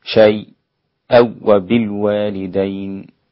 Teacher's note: أسقط الغنة في الواو، الإدغام بالتنوين مع الواو